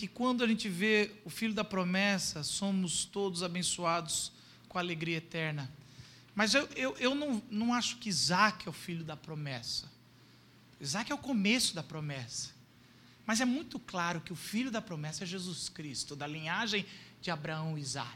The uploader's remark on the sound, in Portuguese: Culto gravado em 14.